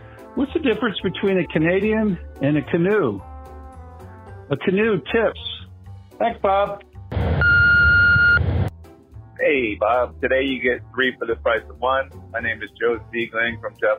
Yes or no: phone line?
yes